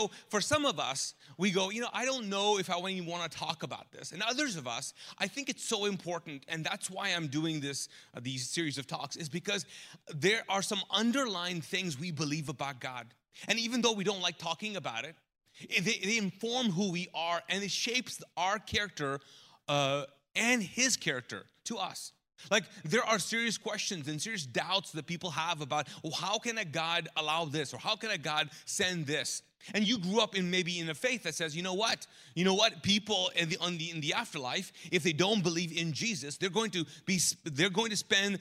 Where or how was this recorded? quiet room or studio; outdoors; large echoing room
large echoing room